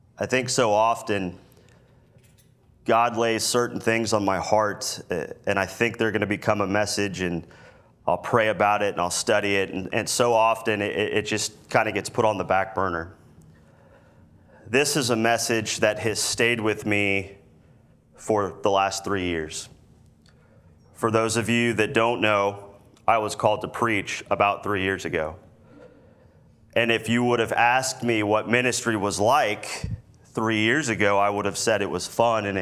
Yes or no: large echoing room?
yes